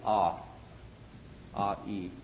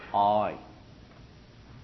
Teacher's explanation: you maximize the ah sound and minimize the e sound at the end of it. So it's I. · Term: Long I